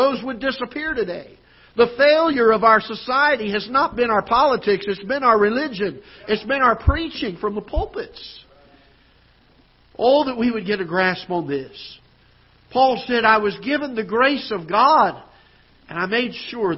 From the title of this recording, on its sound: Ketha Heights Baptist Church ~ Live Broadcast